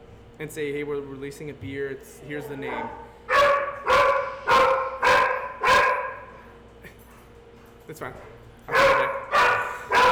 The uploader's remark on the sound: Episode 45 was recorded live on location at the Hanging Hills Brewing Company in Hartford, CT.